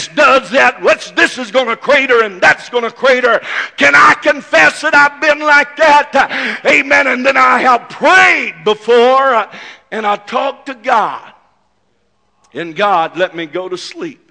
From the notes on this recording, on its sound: This message is broadcast live at First Pentecostal Church in Silsbee Texas.